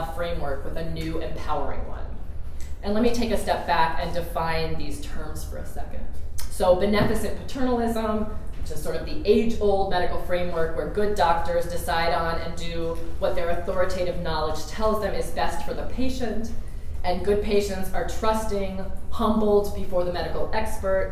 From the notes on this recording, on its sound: This lecture was recorded on February 17, 2016 in the Pruyne Lecture Hall at Amherst College.